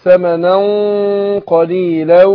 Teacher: القاف حرف مستعلي، فبفخم الغنة نفسها · Term: الإخفاء مع الغنة